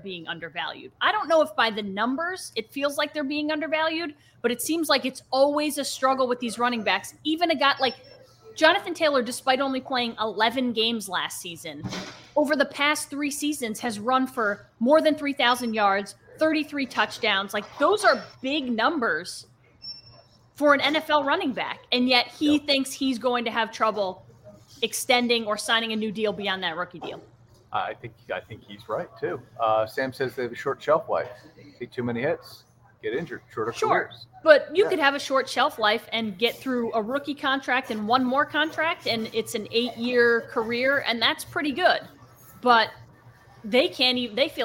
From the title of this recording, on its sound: LIVE from Minogue's!